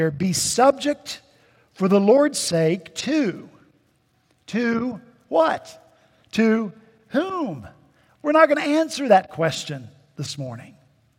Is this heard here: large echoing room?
yes